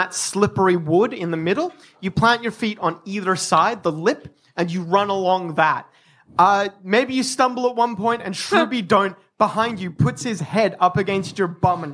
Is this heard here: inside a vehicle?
no